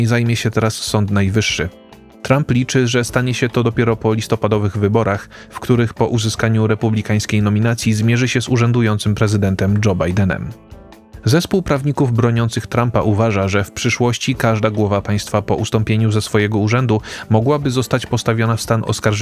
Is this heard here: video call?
no